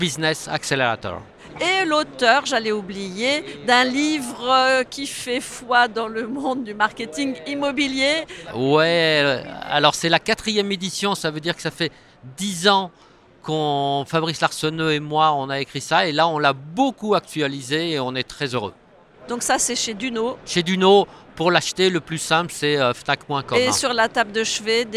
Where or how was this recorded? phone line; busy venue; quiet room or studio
busy venue